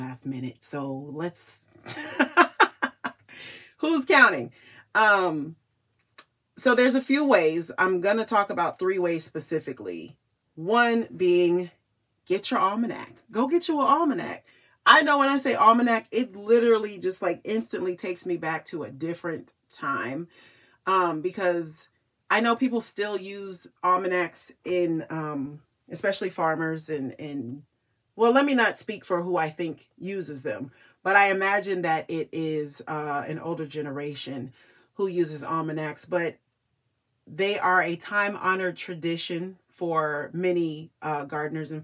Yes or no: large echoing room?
no